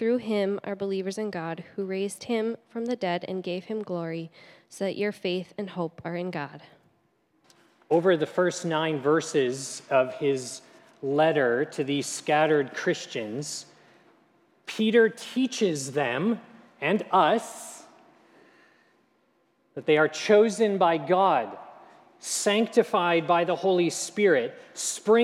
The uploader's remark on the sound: at Grace City Church in Fargo, North Dakota